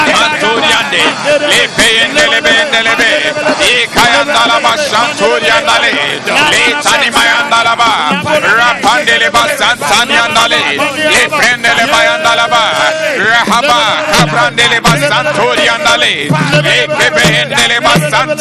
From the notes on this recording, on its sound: Preached at the Doxa Service 11062023